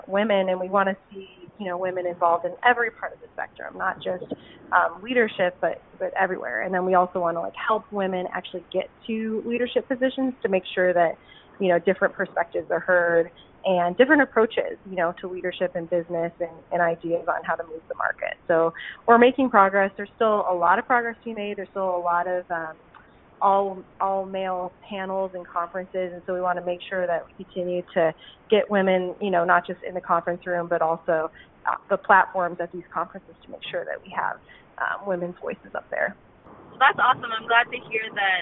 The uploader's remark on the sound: While they were putting the car through its paces, they hopped on the phone